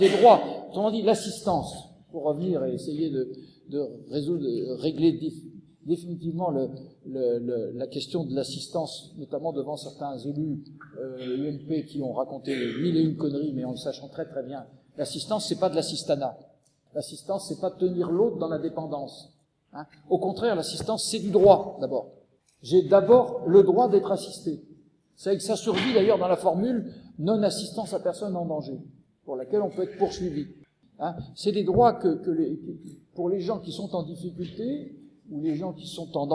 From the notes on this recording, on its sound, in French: Enregistré le Mercredi 14 janvier 2015 à l&#39;école de travail social du lycée Rabelais. Enregistré le Mercredi 14 janvier 2015 à l'école de travail social du lycée Rabelais.